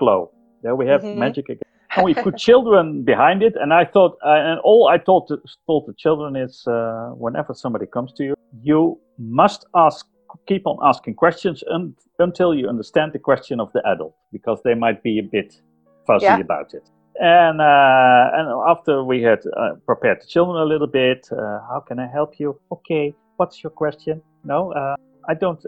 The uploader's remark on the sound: Joins us all the way from the Netherlands! We did have *some* audio issues. This episode was edited with no experience, and may be reflected in the audio quality.